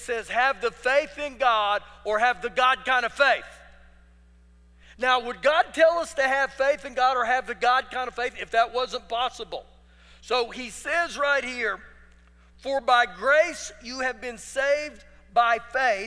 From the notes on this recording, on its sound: Recorded live during our Wednesday night service